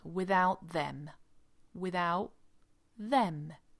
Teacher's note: You can see that the T of without sort of disappears.